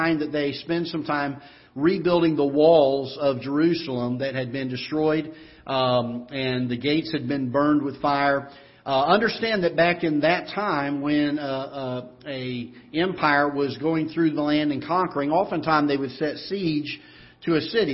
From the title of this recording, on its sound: Ketha Heights Baptist Church ~ Live Broadcast